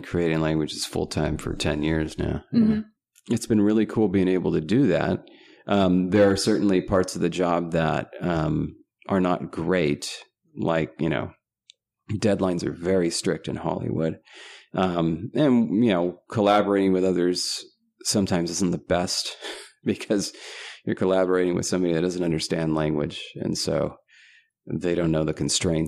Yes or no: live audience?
no